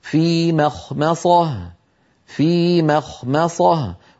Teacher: القارئ ينطق ميم مرققة خاء مفخمة ميم مرققة صاد مفخمة